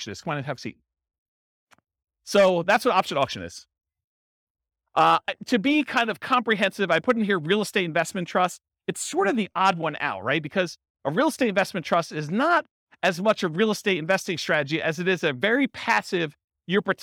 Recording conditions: live audience